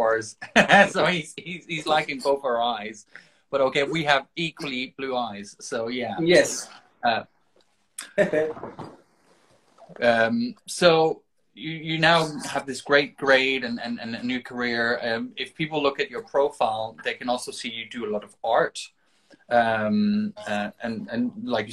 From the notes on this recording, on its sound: Recorded on 10 February 2023 on Instagram Live